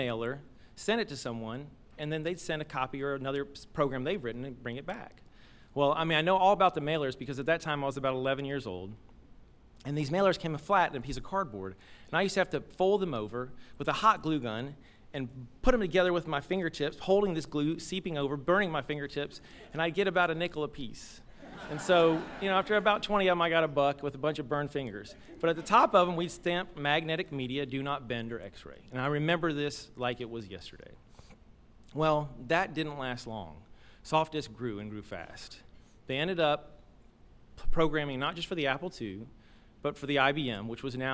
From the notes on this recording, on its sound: Live storytelling event.